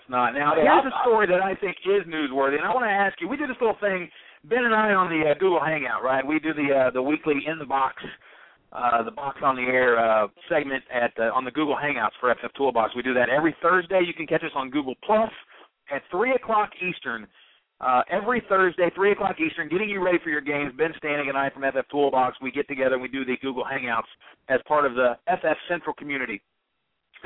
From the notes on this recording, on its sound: Call-in Show. Tonight we're inviting listeners to call up the show.